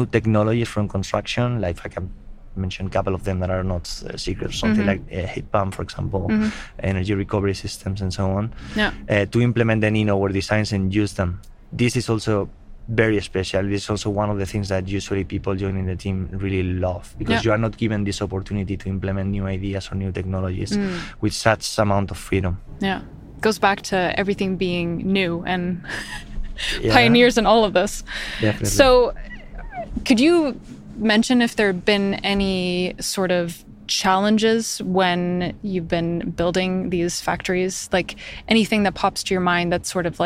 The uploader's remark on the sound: Welcome to this live version of 'Brainpod'. This episode was recorded during Engineering Day 2023 in Stockholm on November 23rd.